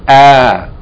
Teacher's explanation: The reason for it is that if you stop on a word that ends with two fatha, that aleph is to tell you, instead of pronouncing the two fatha A-N, don't pronounce it here A-N. If you stop on a word, you're going to pronounce it fatha with aleph, elongating it. You're going to pronounce it as a long vowel, ah, instead of N.